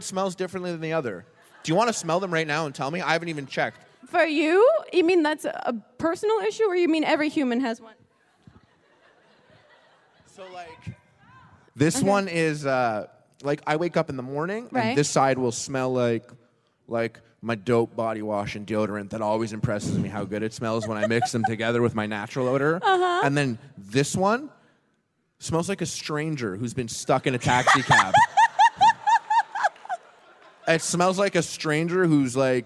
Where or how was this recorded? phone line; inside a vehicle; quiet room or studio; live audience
live audience